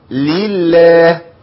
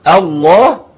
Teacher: بين ابتسامه بسيطه قوي ليل، وبين تبويزه بسيطه قوي مع التفخيم الله